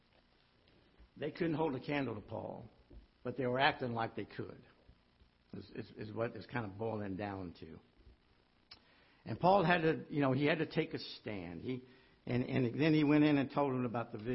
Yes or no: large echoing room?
yes